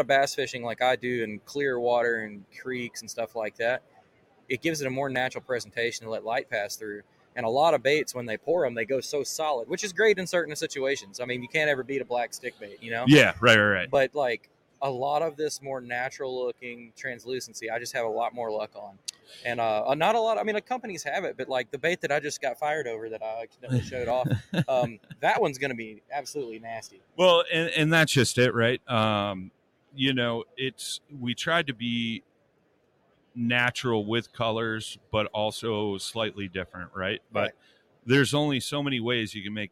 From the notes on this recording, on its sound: Live from ICast '23 the PNF Hosts take over the DUBRO Fishing booth